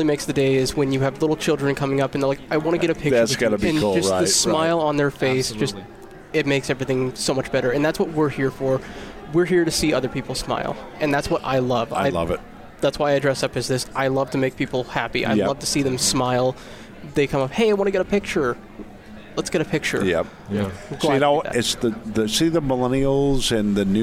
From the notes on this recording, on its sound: Join the VoiceAmerica Live Events team as we Broadcast Day 2 Live from the Phoenix Comicon! Interviews LIVE from the floor of Phoenix Comicon!